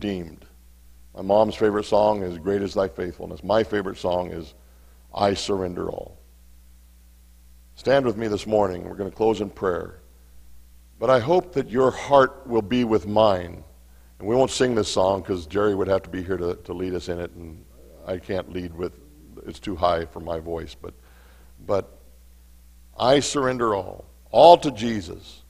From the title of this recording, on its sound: Mt. Zion Church Live!